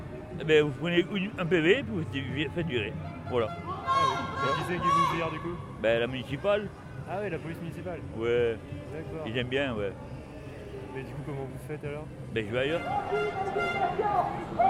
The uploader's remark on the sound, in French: en public au café La Clef